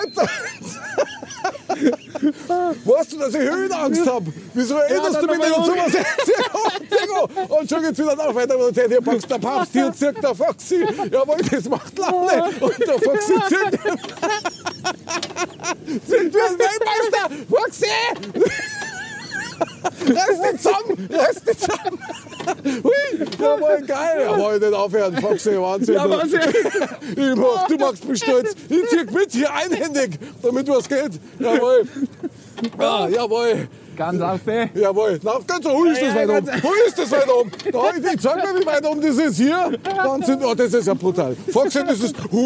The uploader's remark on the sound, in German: XMAS-TOUR IM EUROPAPARK. DIE OUTDOOR EPISODE IM EUROPA PARK.